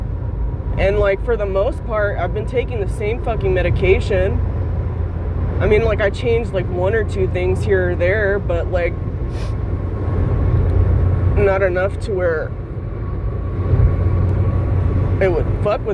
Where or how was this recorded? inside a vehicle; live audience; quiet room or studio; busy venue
inside a vehicle